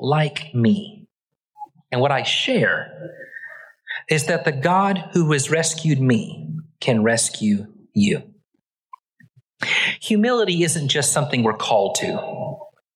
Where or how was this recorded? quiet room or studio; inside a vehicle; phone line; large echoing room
large echoing room